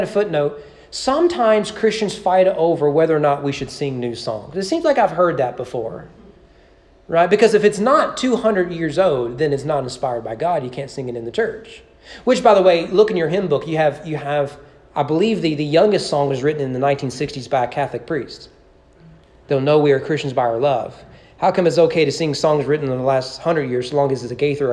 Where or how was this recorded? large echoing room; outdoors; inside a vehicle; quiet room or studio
large echoing room